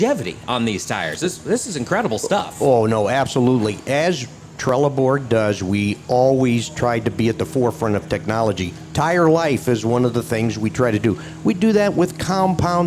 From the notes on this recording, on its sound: On location from the Farm Progress Show in Boone, Iowa for day 3. Broadcasted from the Trelleborg booth.